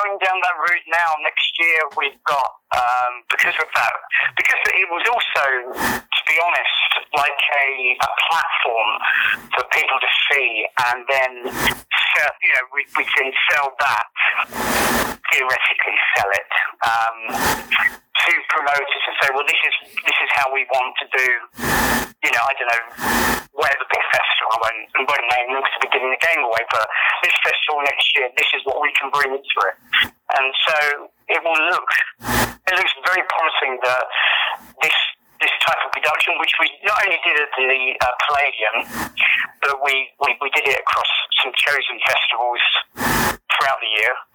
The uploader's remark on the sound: by phone